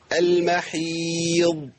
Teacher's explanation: هنقف على الضاد من غير ما نهزها